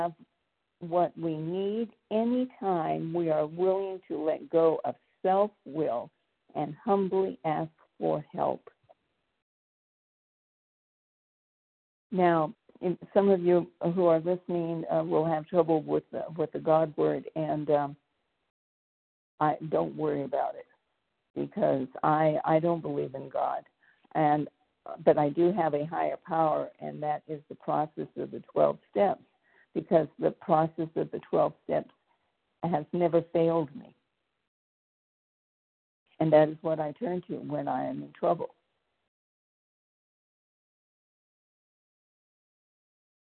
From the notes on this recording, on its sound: from the 100 Pounders Phone Meeting, 2/21/24.